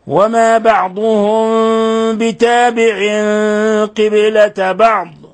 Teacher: ميم ساكنة جاء بعدها حرف الباء، الحكم التجويدي إخفاء شفوي